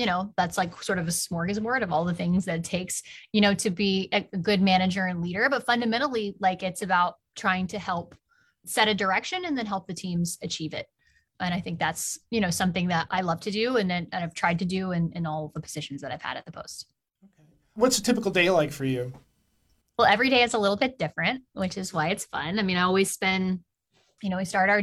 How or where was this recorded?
video call